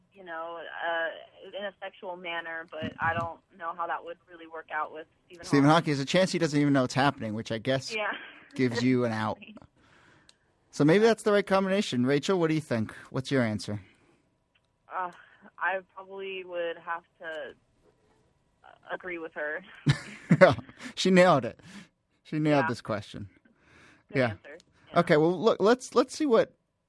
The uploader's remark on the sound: Another WFMU call-in special -- Ask Roulette live with callers and special guests